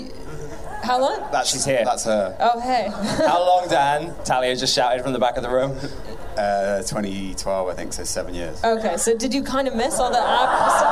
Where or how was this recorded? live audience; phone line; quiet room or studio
live audience